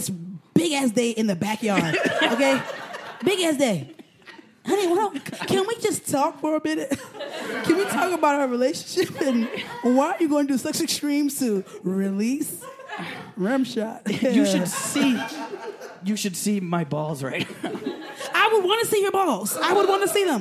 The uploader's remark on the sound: Recorded Live with Chinese Menu Comedy.